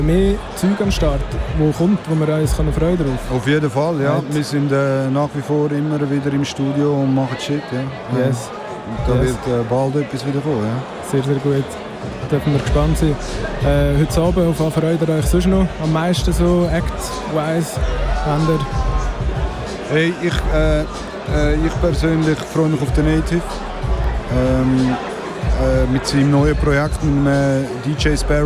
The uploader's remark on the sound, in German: Live vom Hood Look Good -Festival. Live aus Aarau. Live vom Hood Look Good -Festival.